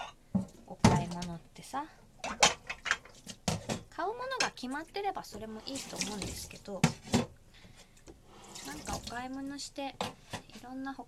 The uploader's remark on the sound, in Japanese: 食器を洗いながら 体感より、音声が聞こえるwww。食器洗い。